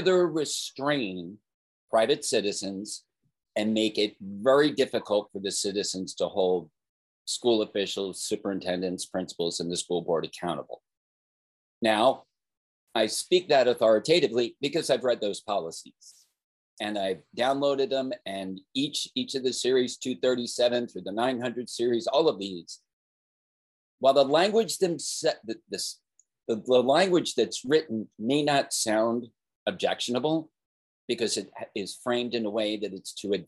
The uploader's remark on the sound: Zoom rant being shared here.